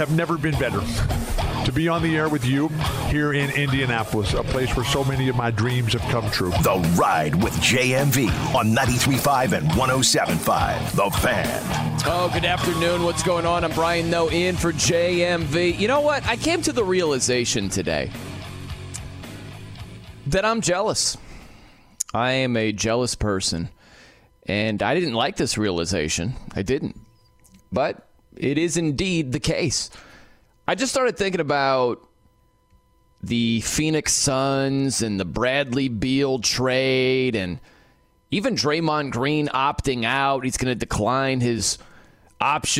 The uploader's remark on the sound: Opens the phone lines and takes some calls.